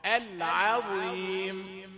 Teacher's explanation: لكن العين رقيقة والظاء مفخمة